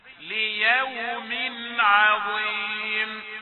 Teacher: هنا إظهار التنوين ليوم عند العين، لأن العين من حروف الإظهار، حروف حلقية